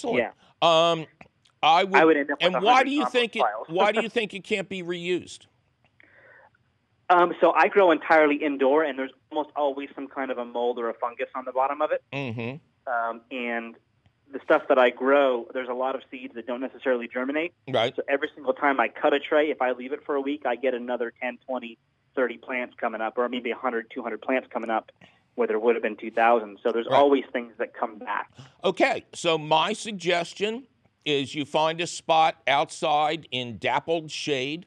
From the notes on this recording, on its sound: of course your Fabulous phone calls!